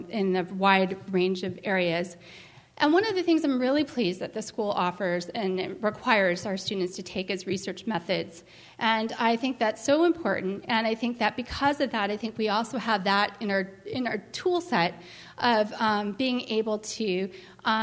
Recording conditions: large echoing room